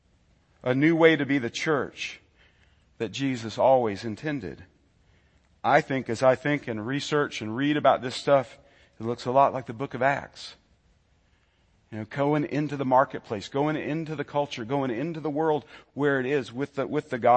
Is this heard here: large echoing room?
yes